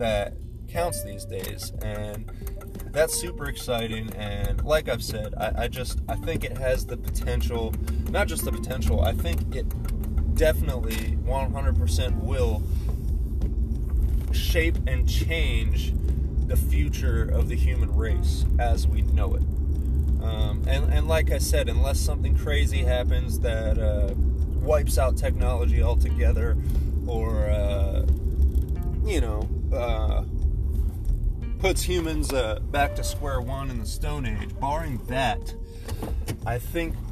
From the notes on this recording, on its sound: SORRY ABOUT THE DAMN BUZZING SOUND, I THINK IT WAS A GLASS IN THE CUP HOLDER NEXT TO MY PHONE WHILE I WAS RECORDING